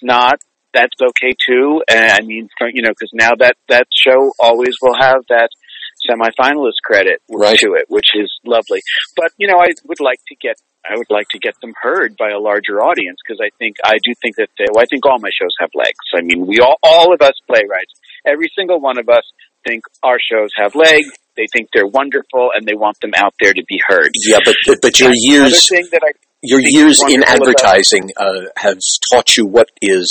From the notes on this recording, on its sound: spent some time with me on the phone